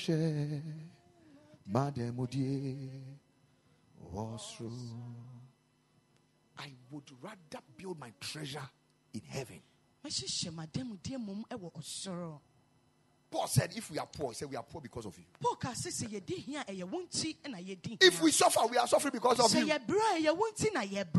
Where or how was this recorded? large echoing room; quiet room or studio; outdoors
large echoing room